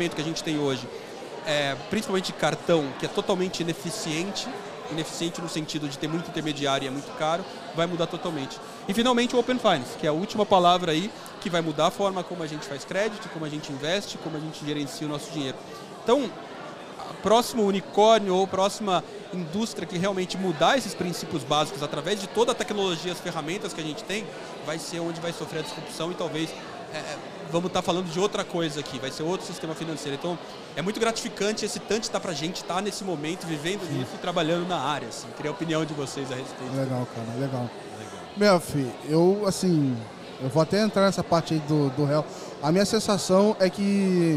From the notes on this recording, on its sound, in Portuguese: episódio gravado especialmente no Fintouch 2022